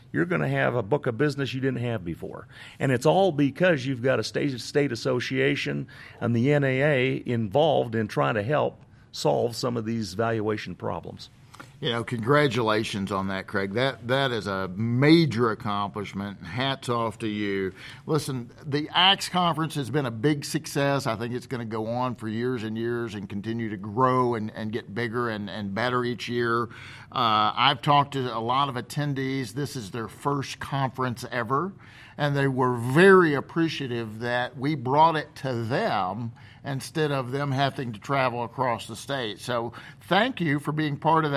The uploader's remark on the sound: This interview was recorded live at the Second Annual ACTS Conference in Salt Lake City, UT.